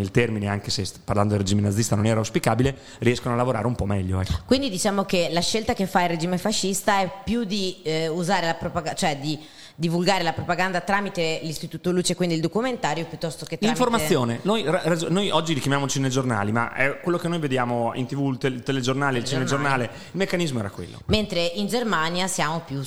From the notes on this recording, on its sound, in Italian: In questa puntata registrata durante il "Sedicicorto Forlì International film festival"